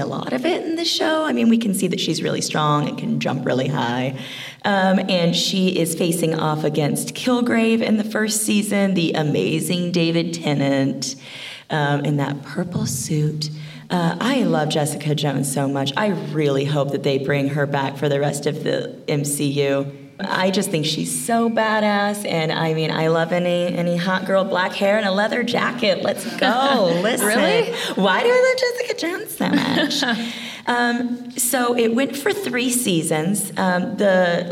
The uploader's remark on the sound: Live at Phoenix Fan Fusion